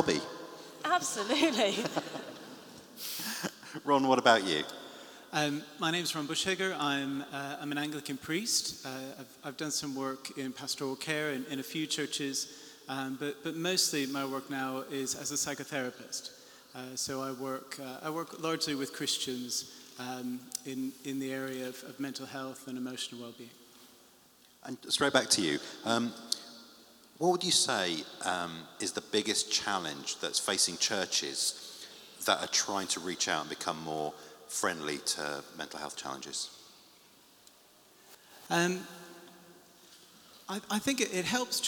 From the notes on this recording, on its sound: The closing panel from the launch of the Mental Health Access Pack - Phase 2